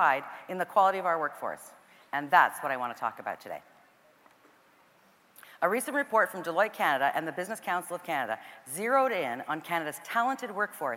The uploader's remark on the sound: caught up with her in #Toronto, at #The Elevate Technology Conference